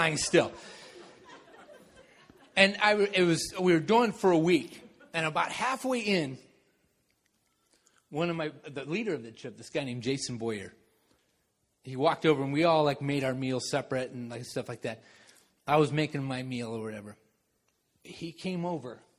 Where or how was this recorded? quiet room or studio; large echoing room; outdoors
large echoing room